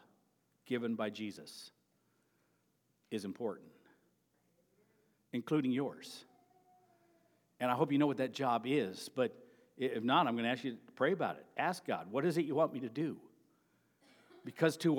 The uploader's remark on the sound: Sermon preached at Avondale Baptist Church on May 28.